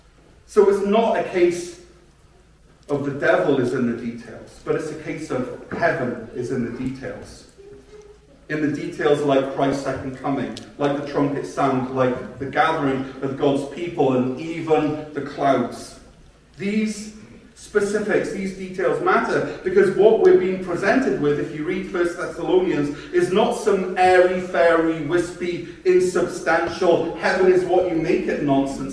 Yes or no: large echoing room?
yes